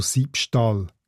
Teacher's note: dass das «Ü» im Süßstall zu einem «I» entrundet worden ist, bevor in der Alltagssprache «Sü» zu «Säu» diphthongiert worden ist.